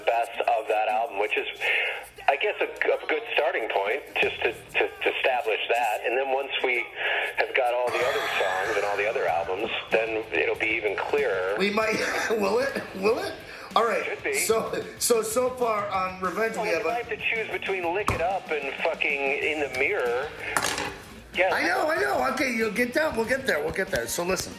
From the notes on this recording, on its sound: our longest phone call yet